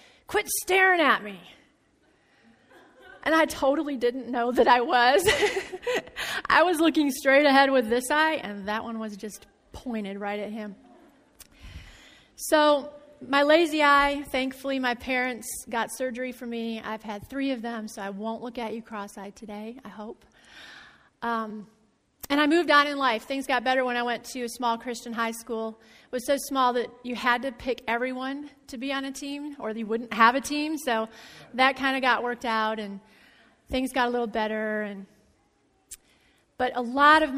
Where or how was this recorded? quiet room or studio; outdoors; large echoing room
large echoing room